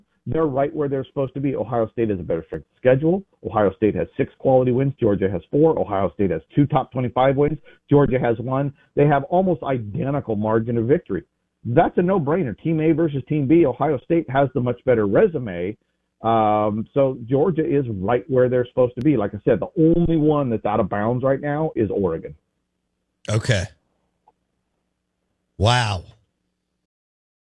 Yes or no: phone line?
yes